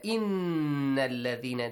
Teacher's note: the noon has tashdid, extend the sound, innal ladhina, and produce a nasal sound